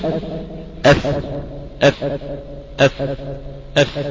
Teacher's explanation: والفاء من باطن سفل الشفة ومع أطراف الثنايا العليا. شارح نفسه أقول بطن سفل الشفة شفتك السفلى بطنها أيوة مع أطراف الثنايا العليا أطراف المدببة اللي هي موضع قطع الطعام. · Term: مخرج حرف الفاء